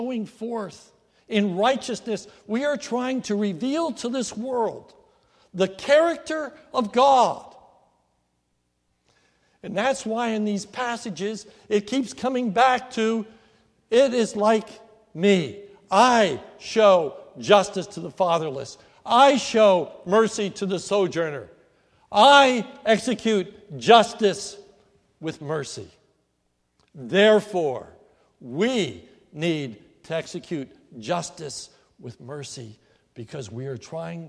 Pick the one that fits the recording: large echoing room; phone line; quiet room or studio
large echoing room